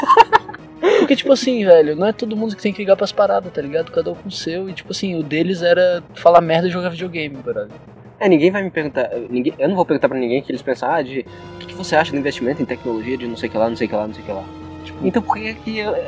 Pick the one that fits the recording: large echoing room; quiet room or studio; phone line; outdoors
outdoors